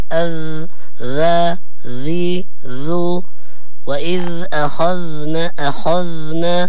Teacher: الذال يخرج من طرفي اللسان مع أطراف الثنايا العليا، ولكن لمسة خفيفة